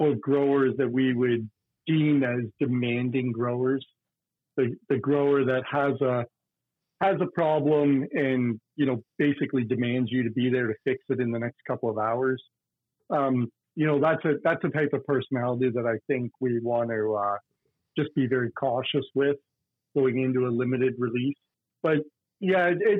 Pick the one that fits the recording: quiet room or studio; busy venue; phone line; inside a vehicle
phone line